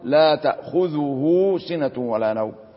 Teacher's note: أقرأ بصلة مقدار حركتين · Term: الصلة الصغرى